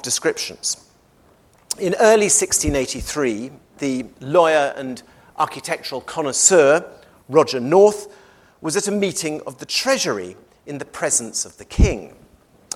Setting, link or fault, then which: setting, large echoing room